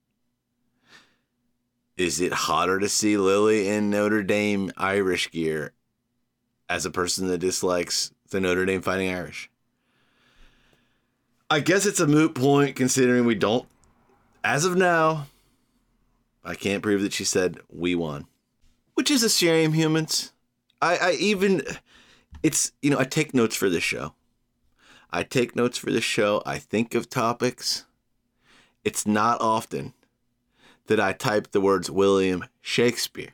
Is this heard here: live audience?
no